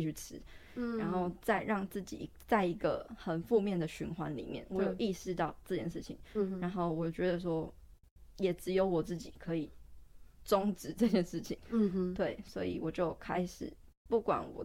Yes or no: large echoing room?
no